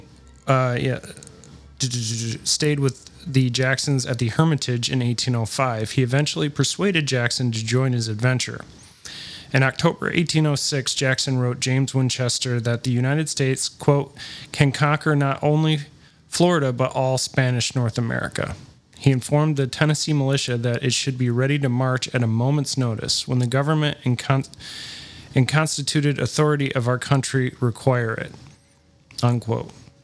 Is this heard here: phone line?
no